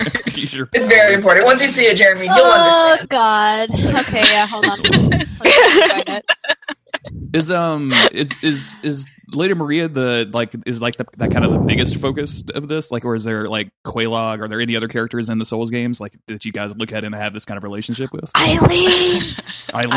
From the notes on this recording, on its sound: The audio in this is FINE, but as you might imagine, having four people on the same track isn't ideal. I think it's perfectly listenable, just a bit...chaotic, which I think suits the tone of the conversation.